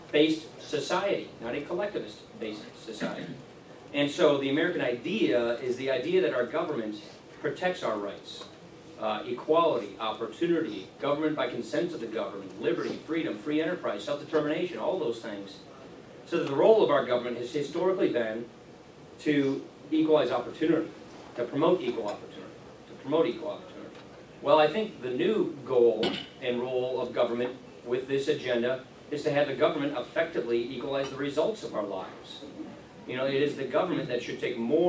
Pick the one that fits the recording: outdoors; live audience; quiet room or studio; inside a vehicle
live audience